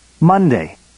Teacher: All of the days of the week get primary stress on the first syllable.